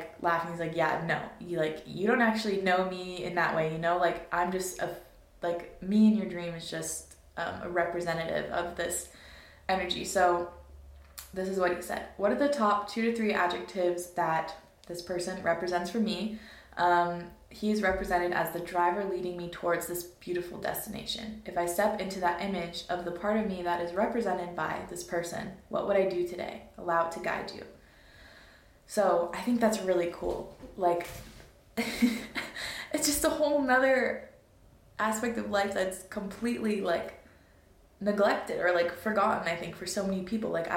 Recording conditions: poor microphone